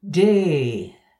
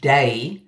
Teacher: the purest vowel sound, a longer and more closed mouth version of my own eh in bed · Shown in: first take